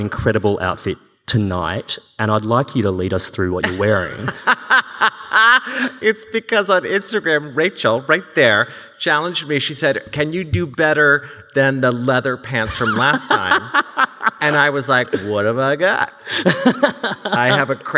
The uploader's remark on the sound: This event was recorded on Wednesday 9 November 2022 at The Capitol as part of the Wheeler Centre’s Spring Fling: A Short Series of Big Ideas program.